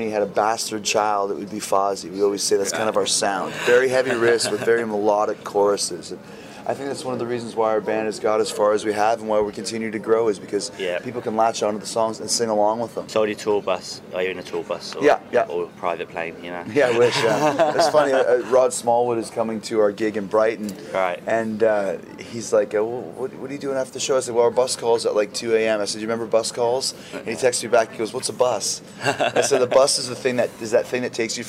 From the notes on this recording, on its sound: recorded at Hard Rock Hell